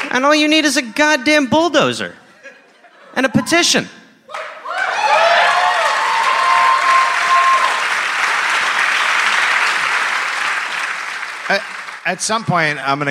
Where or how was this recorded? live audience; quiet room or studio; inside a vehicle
live audience